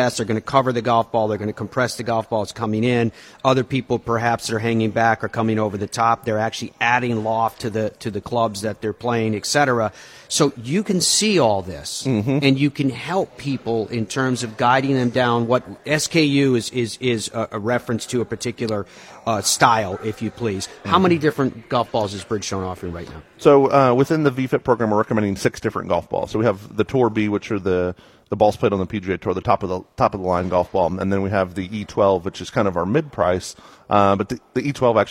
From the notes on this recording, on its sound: We broadcast live from the Streamsong Resort as they host the PGA Tour Superstore Summit and are joined by equipment experts throughout.